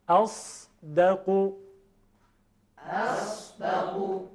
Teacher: یعنی همزه رو تفخیم نکنید